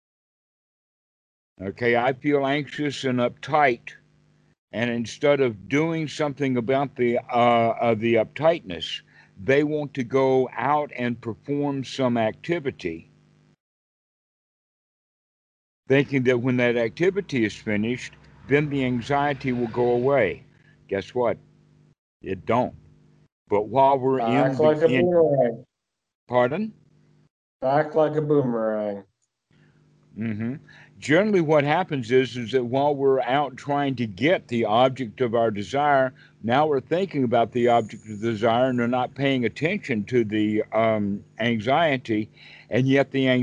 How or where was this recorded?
video call